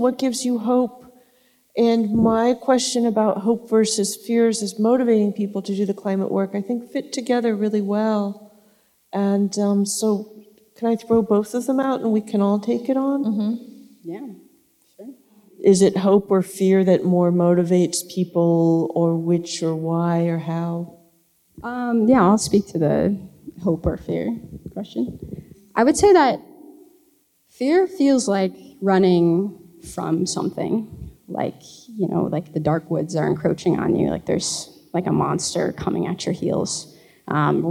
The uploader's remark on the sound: Live Episode: A Climate Book Talk. Onstage for this live episode.